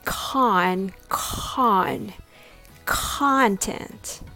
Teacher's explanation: What's different is where the stress lies. Content has the stress on the first syllable. So the first syllable, con, is bigger and longer. Open your mouth wider and say con, con, content.